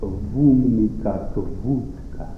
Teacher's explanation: Это так же, как в современных псковских горах, в которых разрушается система лабилизации, на месте слов с начальными «о» или «у» появляются такие же протетические «в», и мы получаем невероятное выражение «вумный как вудка».